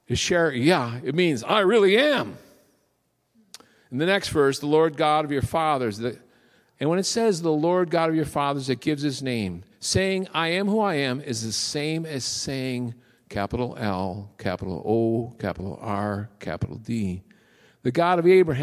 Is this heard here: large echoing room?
yes